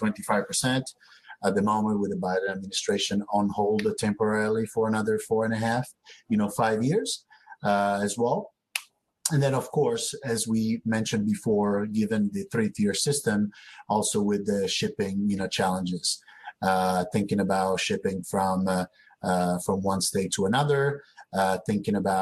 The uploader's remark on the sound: Wine2wine Business Forum 2021. These sessions were recorded through Swapcard at the Wine2Wine 2021 Business Forum and are being replayed here on the Italian Wine Podcast!